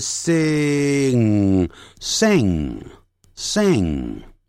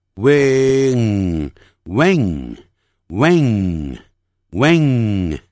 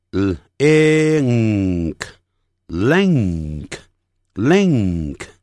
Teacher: 舌后根呢则上扬，抵住软腭，震动声带啊，震动声带，气息由鼻腔出来 · Term: 浊辅音